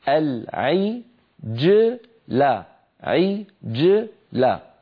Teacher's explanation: وأشرب في قلوبهم العجلة، هذا من بحثنا الذي أخذناه اليوم، العجلة جيم ساكنة قبلها مكسور بعدها مفتوح، علينا أن ننطق هذا الجيم غير متأثرة لا بالكسرة قبلها ولا بالفتحة بعدها